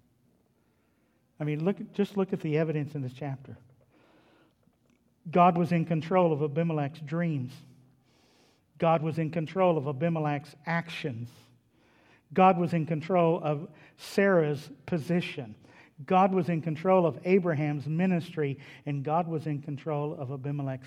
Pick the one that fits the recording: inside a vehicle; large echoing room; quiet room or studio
large echoing room